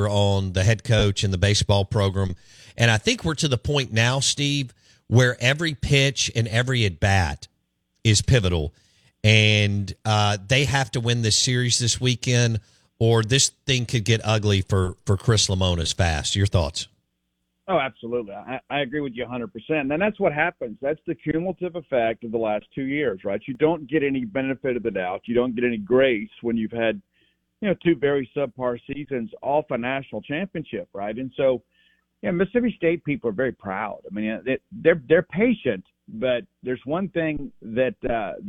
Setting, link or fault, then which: link, phone line